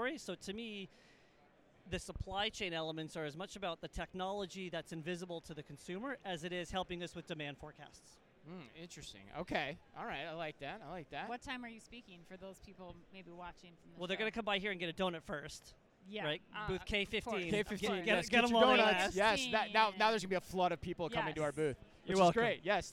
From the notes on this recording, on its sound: Live From Manifest 2024. Directly from the show floor.